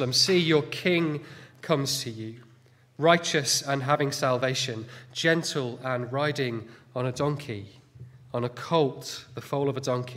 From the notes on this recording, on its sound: Sunday morning sermon